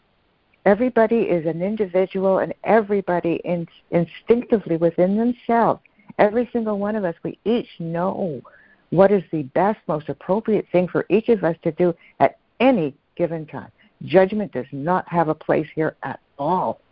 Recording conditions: phone line